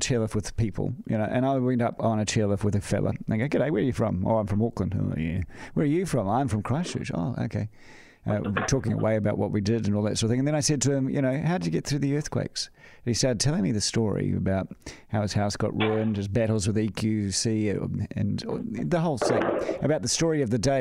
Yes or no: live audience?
no